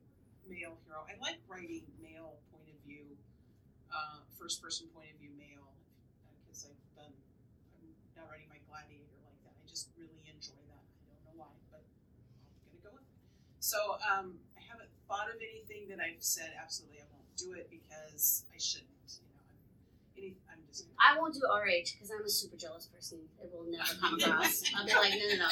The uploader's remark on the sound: Live from the 2022 Historical Romance Retreat in San Diego. This episode was filmed and recorded from an iPhone and is presented unedited (but mastered).